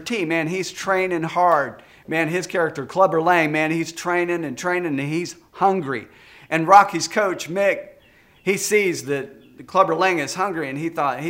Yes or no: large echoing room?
yes